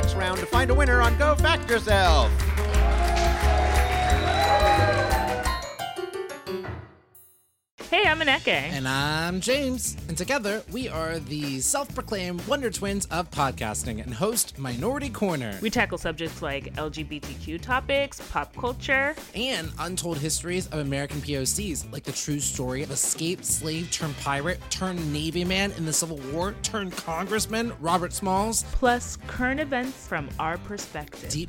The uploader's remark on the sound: The show was recorded at The Angel City Brewery in Los Angeles. The show was recorded at The Angel City Brewery in Los Angeles.